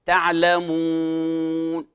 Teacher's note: لاحظ الواو شفوية وتحكم مخرج الواو تعلمون وليس هنا غنة. لما يقرأ أحدنا يقول تعلموا مو، هنا ما أحكم إغلاق مخرج الواو أو في حال الضمة، فخطأ أن نقول كما هي الأو الأعجمية نقول تعلمون، هذا خطأ.